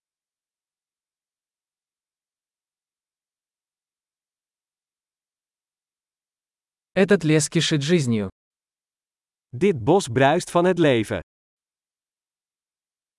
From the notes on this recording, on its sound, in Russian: Шум журчания ручья оказывает лечебное воздействие.